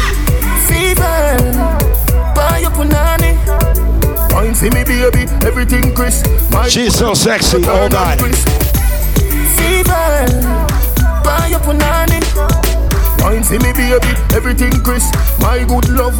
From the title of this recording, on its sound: LIVE IN SEATTLE